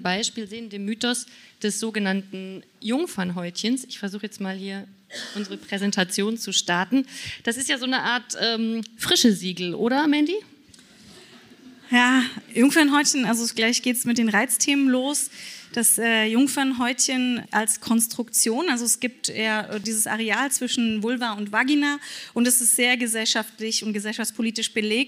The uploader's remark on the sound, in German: Live auf der Re:publica